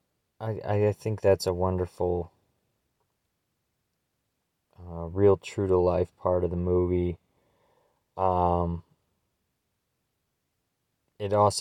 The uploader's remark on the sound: we were able to whip this one up with a cellphone and a prayer